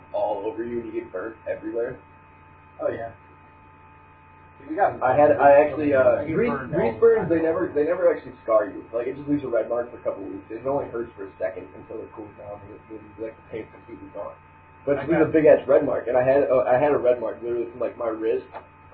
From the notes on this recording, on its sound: Welp 0 editing done to it, horrible audio quality, and minus 2 people!